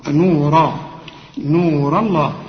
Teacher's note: هنا الراء هنا مفخمة، نورا نور الله، الراء مفخمة واللام بتاعت لفظ الجلالة مفخمة